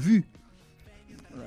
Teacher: la u representa una i labialitzada, que vol dir com una i, però tirant els llavis endavant